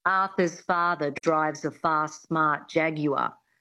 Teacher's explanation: getting that reduction of the mouth and the lips, the sound falling back into the throat, the flatness of the Australian accent as well